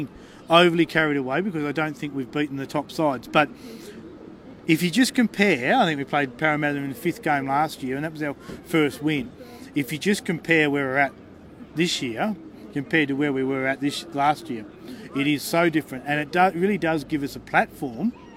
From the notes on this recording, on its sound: on location at Canberra Stadium for The Greenhouse Live